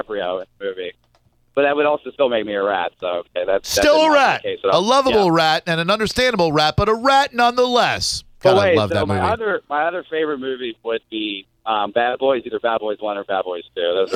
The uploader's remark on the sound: A guy called